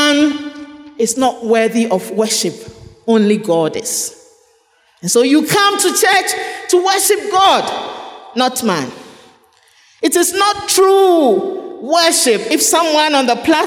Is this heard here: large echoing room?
yes